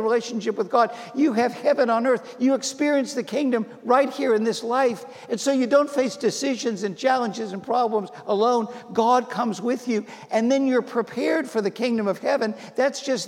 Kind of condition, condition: setting, live audience